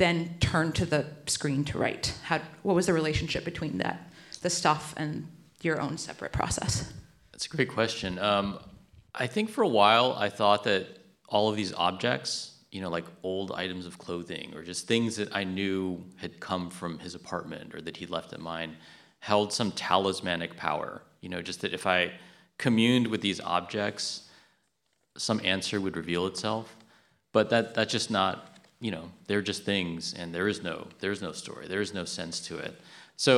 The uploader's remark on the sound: we bring you an event from the 2022 Portland Book Festival